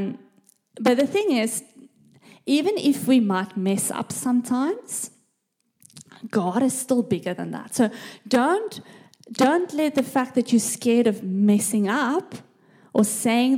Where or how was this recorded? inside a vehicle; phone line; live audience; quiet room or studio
live audience